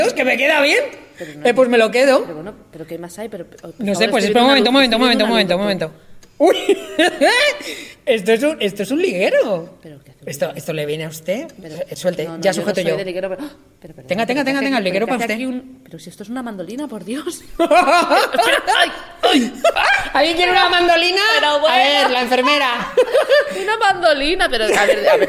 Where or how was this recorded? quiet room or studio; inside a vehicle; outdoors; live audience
live audience